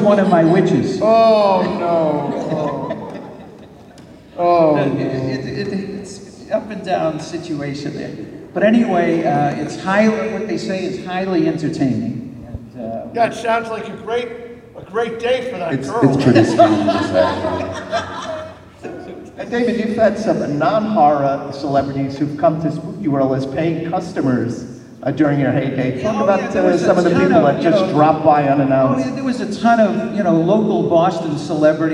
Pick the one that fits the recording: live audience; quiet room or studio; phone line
live audience